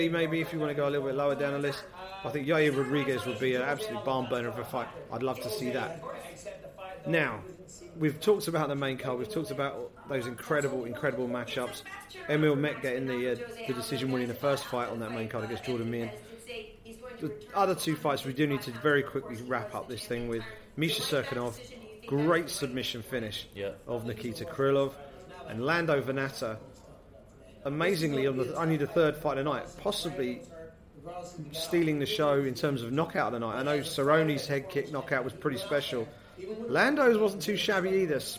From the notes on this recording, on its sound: watched the action unfold from the viewing party at the Grosvenor Casino Russell Square in London